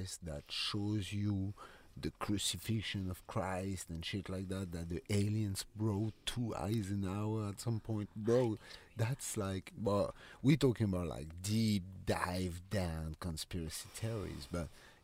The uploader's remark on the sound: when testing our studio setup in the car